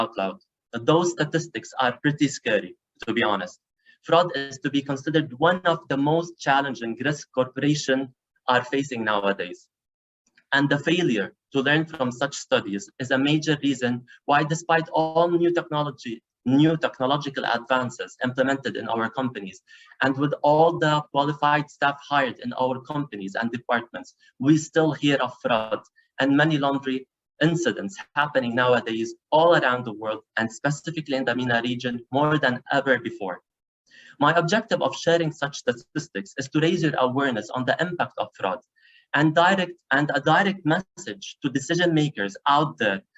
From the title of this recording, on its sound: Live Webinar